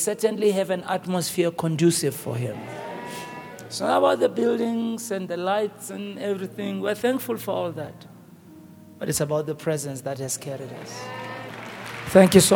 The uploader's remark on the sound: preached at Grace Bible Church Pimville on the 01st of October 2023